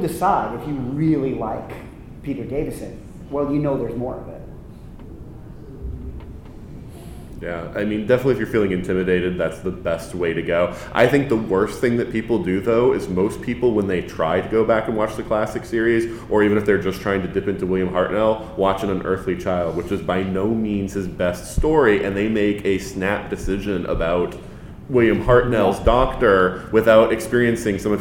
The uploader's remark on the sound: In this episode we turn to our archive of con panels and pull one of the earliest recordings that we have for the 42cast. Since this was a con panel.